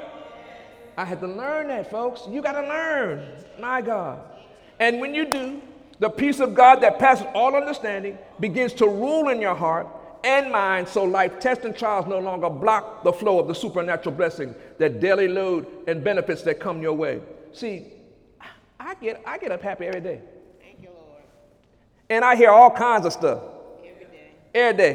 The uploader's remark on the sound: During Sunday morning service on May 21, 2017